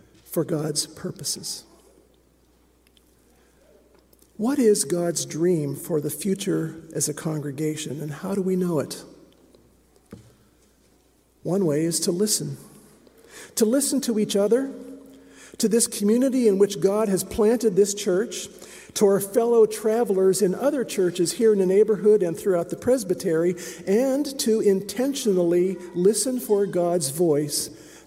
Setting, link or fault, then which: setting, large echoing room